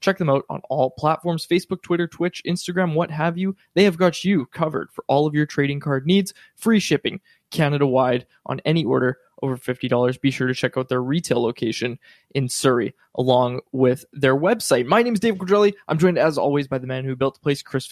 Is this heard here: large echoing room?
no